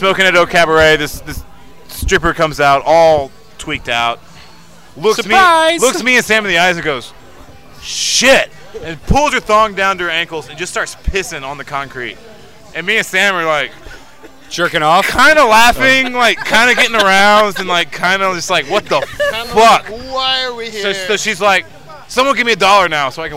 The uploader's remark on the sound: At Bender Bar & Grill. The guys at Bender kept feeding us shots and beers. We end up with about 8 drunk idiots trying to use 4 microphones and even get strangers to join us. Then we're too drunk to record anymore so we decide to jump a fence to go swimming somewhere. Good luck making it through the horrible editing in this one.